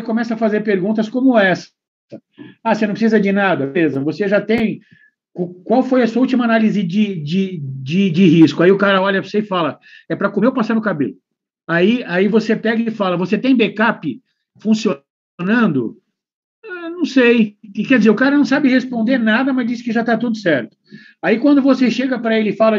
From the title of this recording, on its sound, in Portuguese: Áudio Webinar Perinity